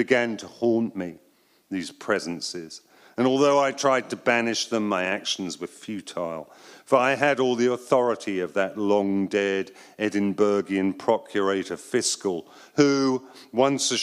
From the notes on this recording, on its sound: Live at Pin Drop at the Royal Academy of Arts. Live at Royal Academy of Arts.